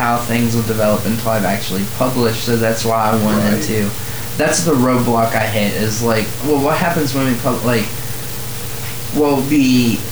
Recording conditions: poor sound quality